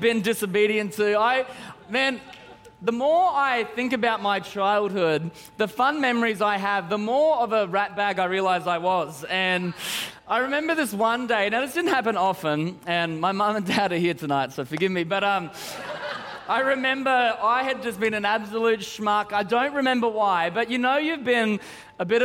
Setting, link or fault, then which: setting, large echoing room